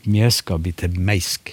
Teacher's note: Altså i-en og e-en, eller j-en og e-en bytter plass. · Term: metatese